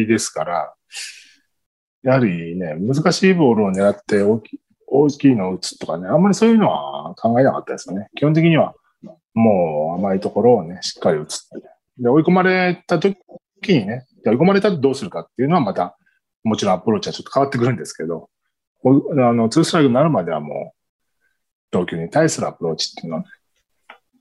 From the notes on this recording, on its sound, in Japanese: ニューヨークと結び、リモート収録で行われ。